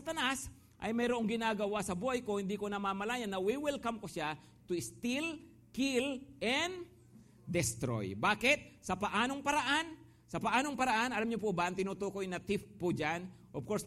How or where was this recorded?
large echoing room